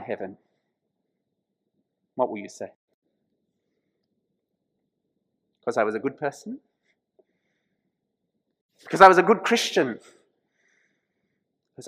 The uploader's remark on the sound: This sermon was preached at St George's Church, Penang on 26th March 2021.